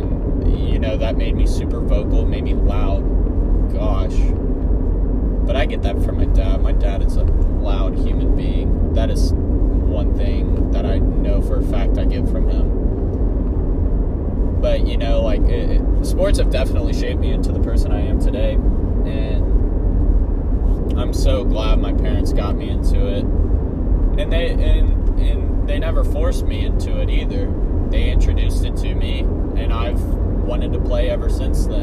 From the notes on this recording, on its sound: Road trip to Oklahoma. Record a podcast for the fans since he got bored in the car and had no one to talk to.